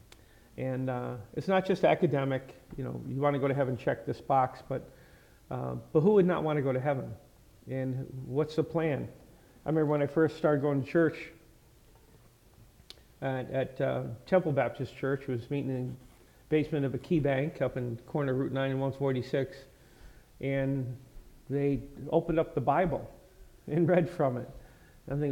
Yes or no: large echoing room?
yes